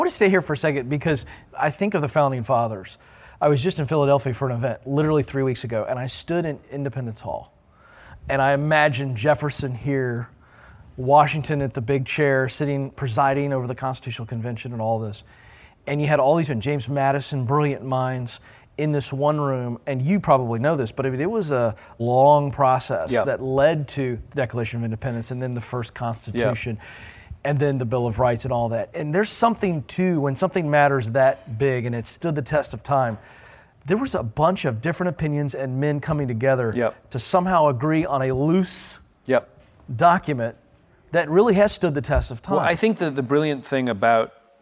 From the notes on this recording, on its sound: On today’s bonus episode from EntreLeadership Summit, we’re featuring a Q&A session. Answer queries from our attendees.